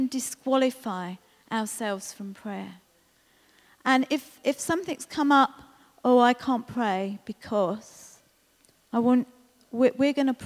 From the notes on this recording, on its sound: This was recorded at Skylark Church on 22nd September 2019.